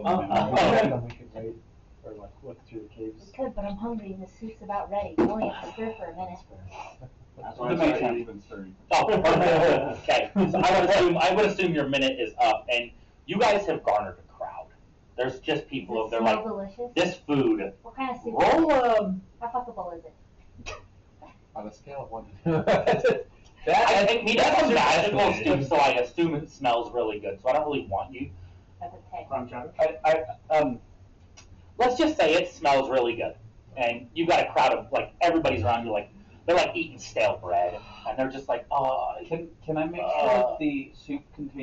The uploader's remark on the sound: The AUDIO on this episode is really bad, lots of laughs were had during this episode so we didn't want to leave it out.